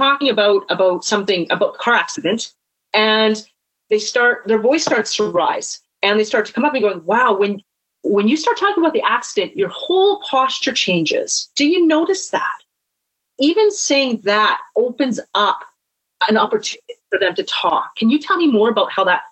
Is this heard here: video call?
yes